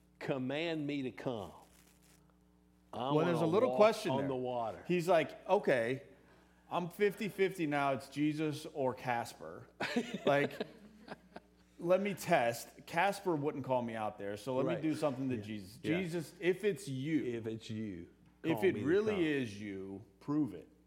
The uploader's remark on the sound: LIVE from Midway Baptist Church